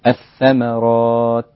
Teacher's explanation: لابد أن أقف على التاء بالهمس، والهمس هو خروج صوت دون تحريك الأحبال الصوتية، فأقول الثمرات بدون أن يزيد الحرف فيصل إلى القلقلة أو إلى الشدة، وفي نفس الوقت لا تموت التاء مرة فلا نسمعها.